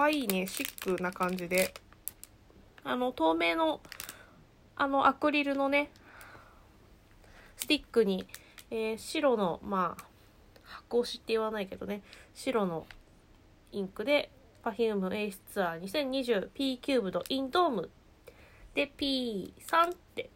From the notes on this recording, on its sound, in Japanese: 雑音注意